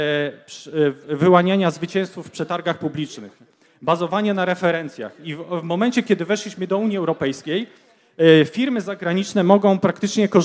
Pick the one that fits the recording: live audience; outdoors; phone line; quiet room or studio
live audience